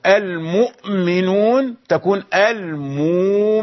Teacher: أبدلنا الهمزة الساكنة التي قبلها محرك بحرف مد، أبدلناها حرف مد من جنس الحركة السابقة، الحركة ضمة، فإذا الإبدال يكون واوا